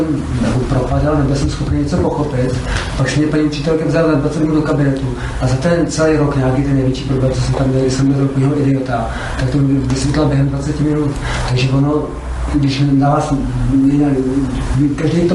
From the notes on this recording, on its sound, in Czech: jsme vystoupili v Ústí nad Labem; publikum bylo dost netypické